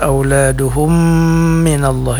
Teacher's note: ada mim sukun bertemu dengan huruf mim pada kata auladuhum minallah. Ini namanya idgham mimi ya. Panjangnya juga 4 harakat. Jadi mim sukun bertemu dengan huruf mim.